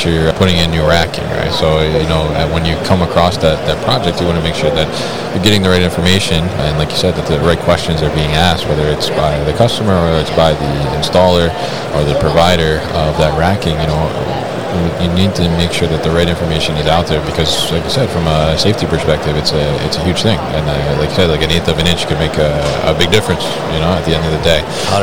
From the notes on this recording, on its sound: Baker Industrial at MODEX 2022